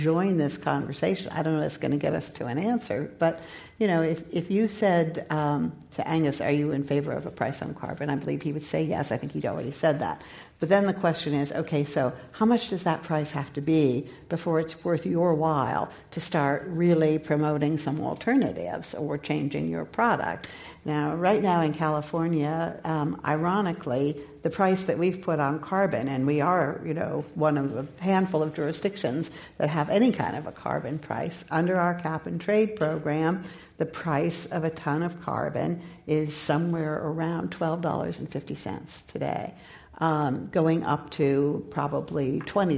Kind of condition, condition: setting, live audience